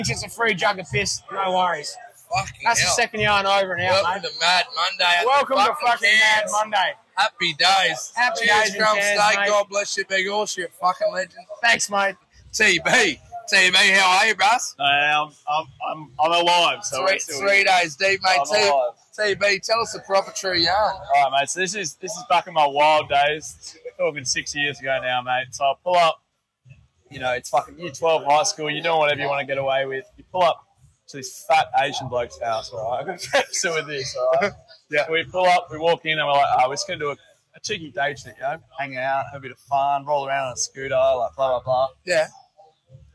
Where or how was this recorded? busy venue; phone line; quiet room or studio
busy venue